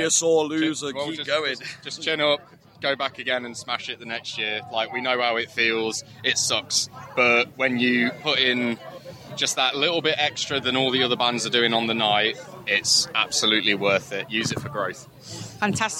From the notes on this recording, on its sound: Whilst being attacked by a wasp. Caught up with us at Bloodstock Festival.